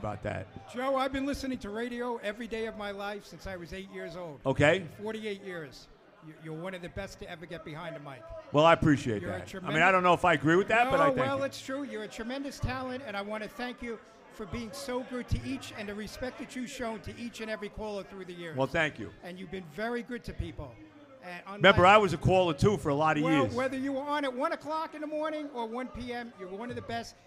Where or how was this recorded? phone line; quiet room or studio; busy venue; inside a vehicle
busy venue